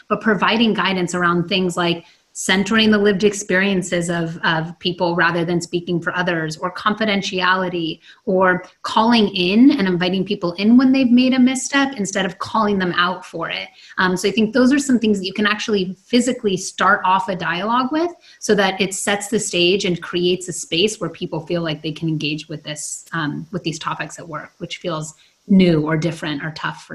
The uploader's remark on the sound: This episode was recorded from an online event